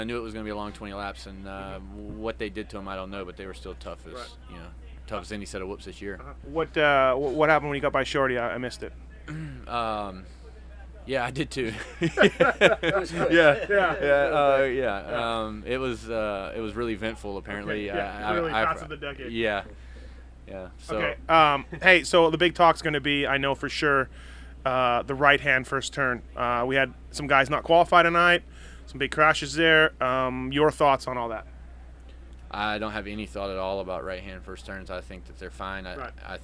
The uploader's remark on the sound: Post race interviews from Jacksonville